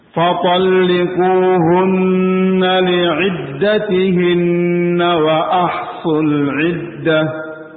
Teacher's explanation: setelah gunnah selesai, langsung cepat ke huruf waw